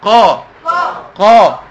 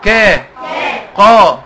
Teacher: طب لو القاف رققت تبقى ايه؟ تبقى كا · Shown in: second take